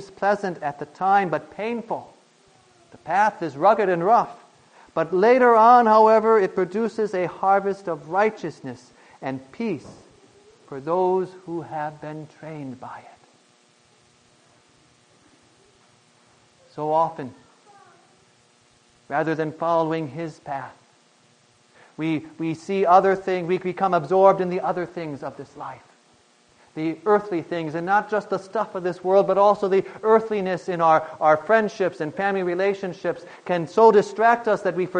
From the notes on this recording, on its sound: Preached on August 22, 2010, for the Thirteenth Sunday after Pentecost.